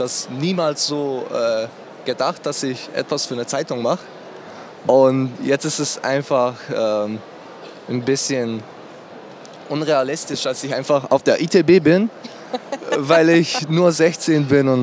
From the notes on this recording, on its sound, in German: Live auf der ITB 2023 fanden die Sport- und Kultur-Talks statt.